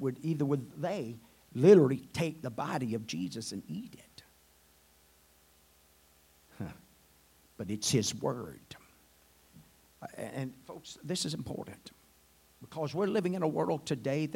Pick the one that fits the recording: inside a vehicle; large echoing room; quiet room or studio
large echoing room